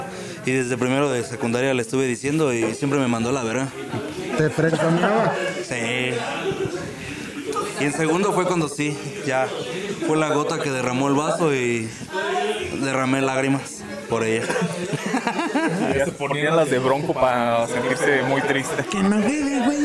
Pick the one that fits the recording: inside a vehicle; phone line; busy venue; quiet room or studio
busy venue